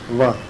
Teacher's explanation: व का जो उच्चारण है वो दंतोष्ट है, ऊपर के दांत और नीचे के होंठ